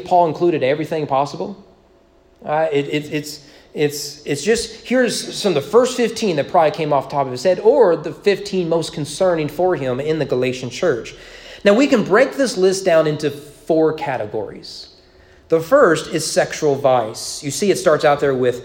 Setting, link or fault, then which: setting, large echoing room